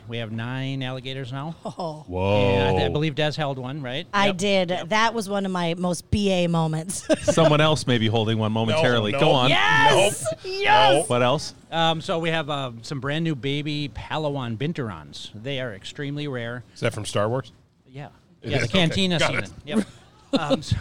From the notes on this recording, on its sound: We do this podcast live from Sustainable Safari inside Maplewood Mall. Different location, same podcast shenanigan's!